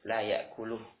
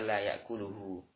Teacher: Bukan mat tabi'i. Kalau waqaf ada layakuluhu, tapi baca pendek, layakuluh. · Shown in: first take · Enggak boleh dibaca layakuluhu.